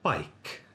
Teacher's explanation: The onset is the consonant sound b. The nucleus is the diphthong vowel I. The coda is the consonant sound k.